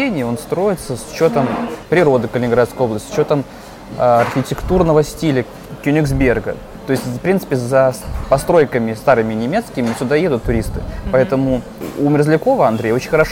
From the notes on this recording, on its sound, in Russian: Выпуск записан в ресторане Branch & Bowl в формате мукбанг